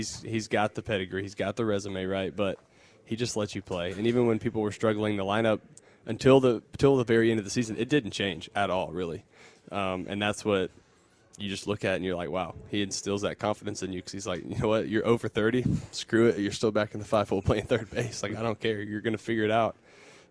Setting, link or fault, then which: setting, busy venue